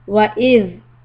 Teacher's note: tip of the tongue comes out for letter ZAL and just hold it a slight fraction of a second so that it doesn't bounce.